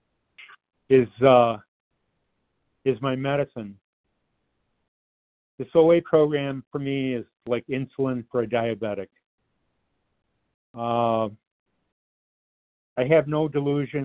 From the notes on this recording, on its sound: qualification from the 100 Pounders Phone Meeting